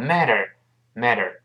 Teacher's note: 中间这个 T 读快之后会轻轻浊化一下，因为前面 A 后面 E R 声带都震动嘛